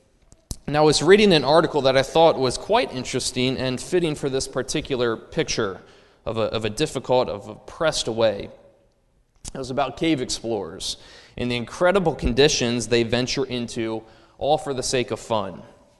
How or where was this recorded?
large echoing room